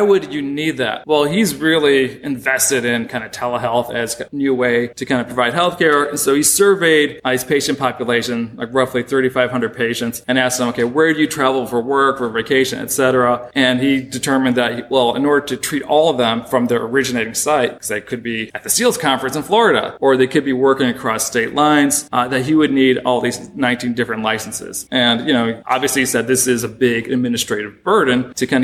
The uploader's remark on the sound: This episode was recorded at the annual meeting of the Southeastern Association of Law Schools during a panel reviewing the year in healthcare financing.